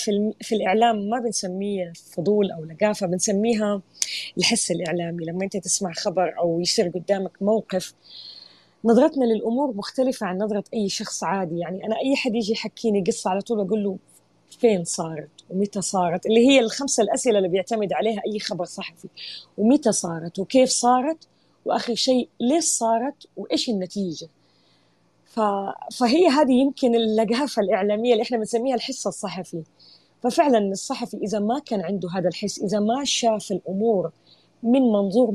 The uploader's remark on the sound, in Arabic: تسجيل لمساحة ابن رشد الأسبوعية على منصة تويتر